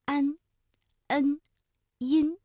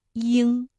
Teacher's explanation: 前鼻音安、恩、音，声音比较的清亮；而后鼻音呢，鼻腔共鸣更强，声音更加的浑厚。